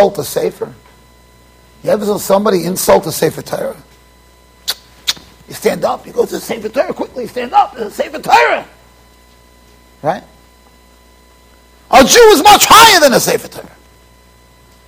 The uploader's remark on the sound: Shiur recorded in Yeshivas Ohr Reuven, Monsey NY.